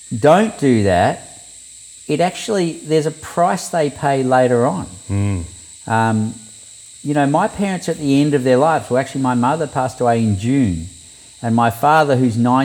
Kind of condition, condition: fault, sounds in the background